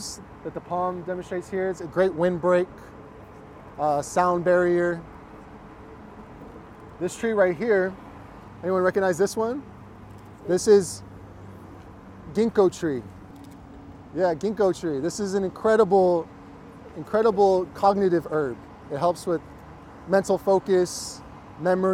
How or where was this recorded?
outdoors